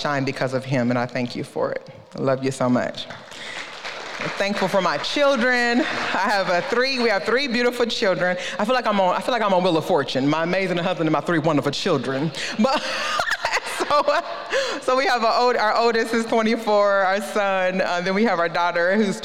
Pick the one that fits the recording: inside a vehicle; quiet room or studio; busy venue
busy venue